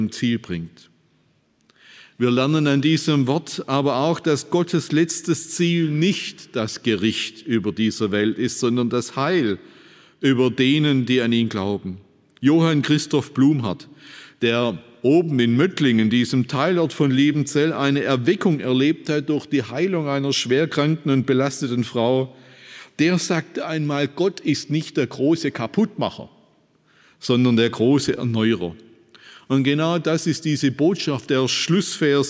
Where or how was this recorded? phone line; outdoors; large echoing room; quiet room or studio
large echoing room